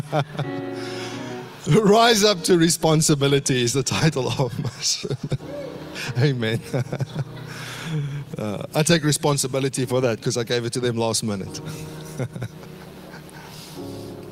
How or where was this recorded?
large echoing room